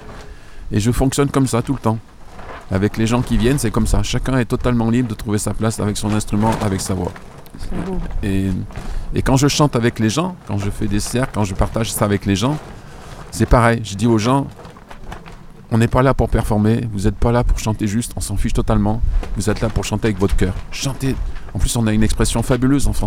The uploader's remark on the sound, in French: En Direct Du Bhakti Om Festival